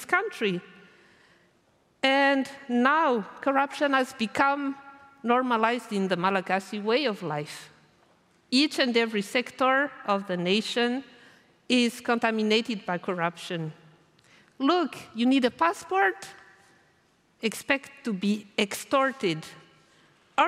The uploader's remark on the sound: recorded at the 2023 Oslo Freedom Forum